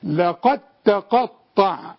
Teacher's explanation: لكن الدال بتاعت لقد بدون تشكيل إذا وقفت تقولي لقد إنما عند الوصل تعملي إيه تدخلي الدال في التاء فمش هتبان لقد تقطع مش تقولي لقد تقطع لقد عند الوصل عند الوقف